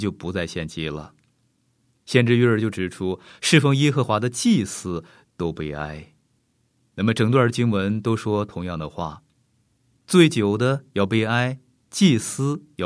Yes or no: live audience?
no